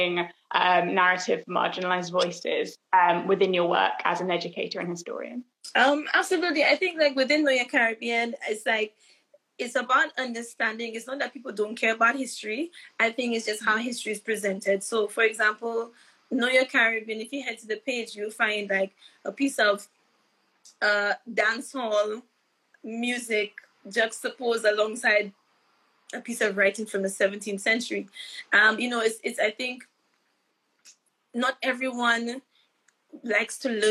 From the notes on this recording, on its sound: live Instagram interview